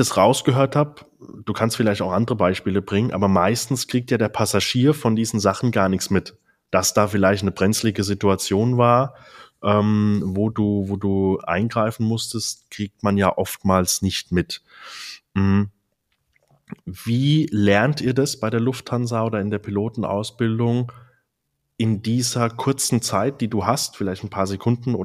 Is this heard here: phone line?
no